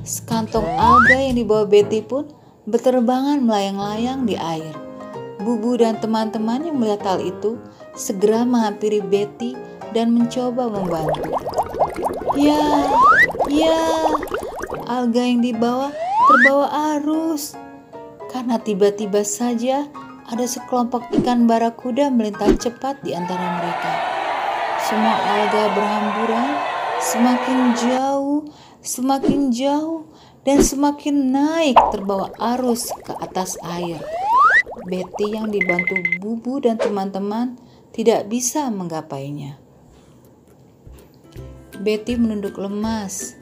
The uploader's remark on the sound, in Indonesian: Cerita direkam menggunakan HP. Di rumah dan dikirimkan via aplikasi chat di masa awal PPKM, saat kita semua dianjurkan untuk mengurangi mobilitas dan tetap di rumah saja di akhir pekan.